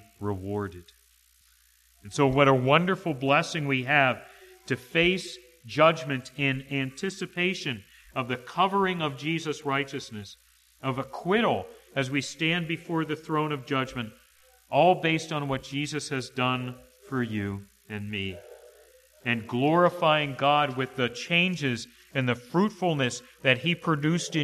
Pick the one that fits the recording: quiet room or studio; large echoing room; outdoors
large echoing room